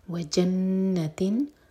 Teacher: تنوین کے بعد عین آ رہا ہے تو ہم یہاں پر اظہار کریں گے نون کے ساؤنڈ کو کلیئر پڑھیں گے